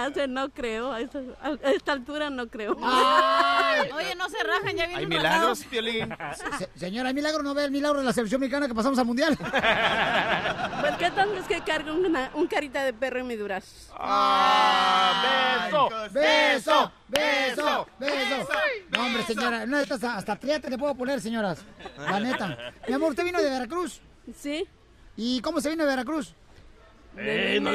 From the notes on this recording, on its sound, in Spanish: Escucha la transmisión en vivo desde Anaheim.